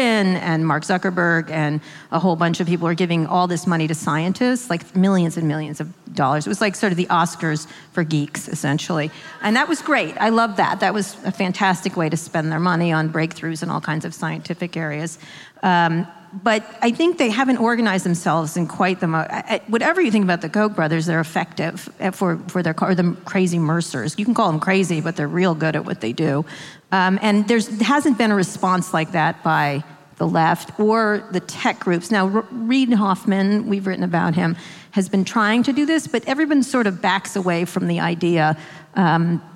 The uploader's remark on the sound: a live taping of their podcast, Pod Save America, in Oakland, California